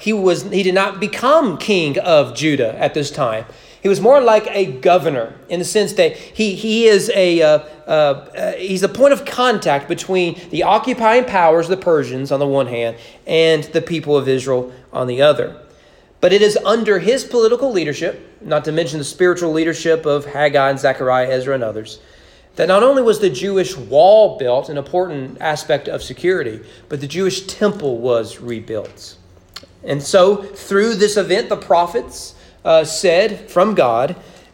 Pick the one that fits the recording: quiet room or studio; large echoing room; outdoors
large echoing room